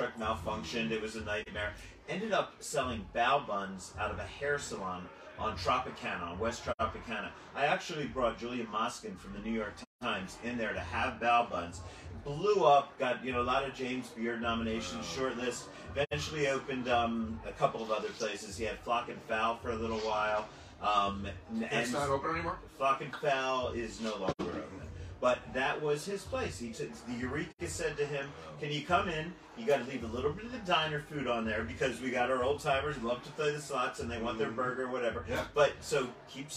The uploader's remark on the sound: Live at the Peppermint Hippo!